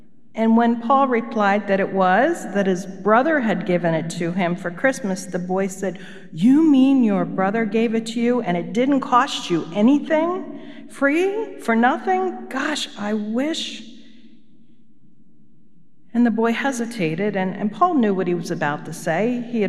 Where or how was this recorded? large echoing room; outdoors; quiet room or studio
large echoing room